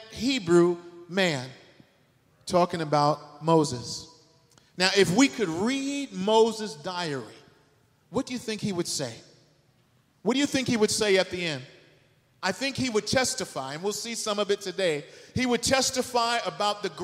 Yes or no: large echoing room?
yes